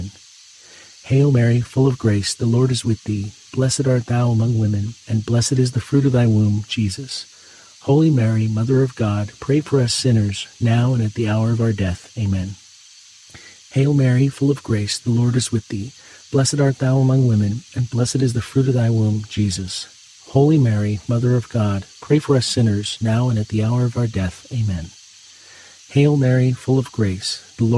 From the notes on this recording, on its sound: Get closer to nature and enjoy the soothing outdoor sounds of cicadas singing on a warm summer night alongside this Monday rosary.